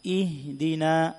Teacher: আমরা হামজা হরফটি শক্তভাবে উচ্চারণ করেছি, ঠিক তার বিপরীতে হা হরফ উচ্চারিত হবে। অর্থাৎ হা হরফ উচ্চারণের সময় বাতাস এবং আওয়াজ জারি থাকবে এবং সাথে সাথে হরফটি খুব নরমভাবেই উচ্চারিত হবে। আমরা অনেকেই তেলাওয়াতের সময় হা হরফটা ধাক্কা দিয়ে উচ্চারণ করে থাকি, যেমন ইহদিনা, এইভাবে আসলে শুদ্ধভাবে আদায় হবে না।